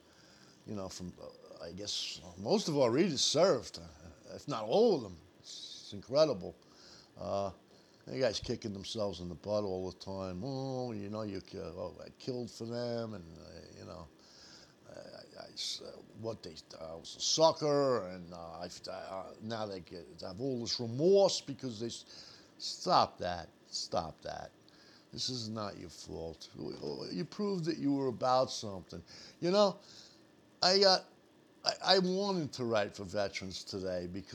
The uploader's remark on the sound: We are still working through the issues associated with equipment and recording. Please overlook the noise associated with my microphone being a bit noisy.